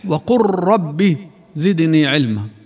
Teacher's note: الحرفين اللام والراء فيه وقل ربي أصبح بالإدغام حرفا واحدا مشددا وهو الراء، فتصبح وقل ربي زدني علما. · Term: المتقاربان